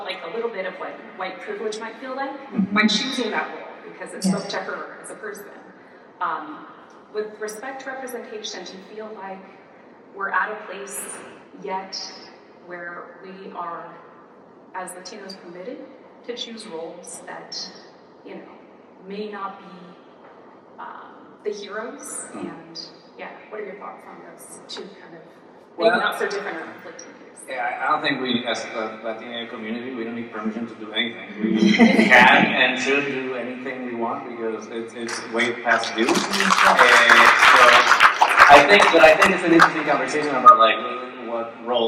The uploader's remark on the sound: LIVE from SWC23. We're very proud to finally be able to present this conversation to everyone who wasn't able to attend this panel in person!